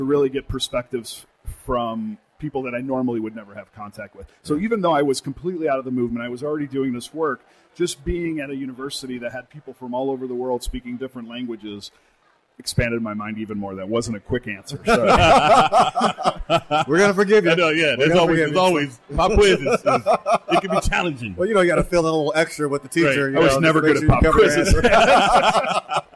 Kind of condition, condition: setting, busy venue